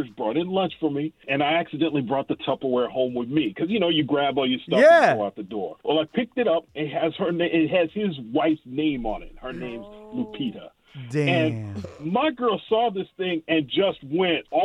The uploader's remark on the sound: We opened up the phone lines